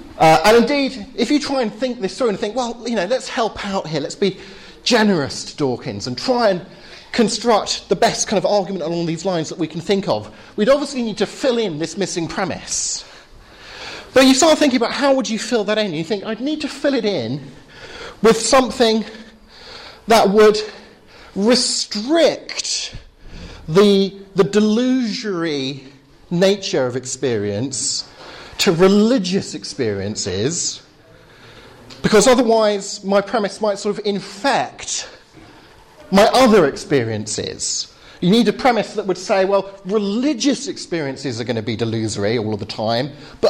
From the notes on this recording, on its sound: Final talk at the Reasonable Faith course, Highfield Church, Southampton.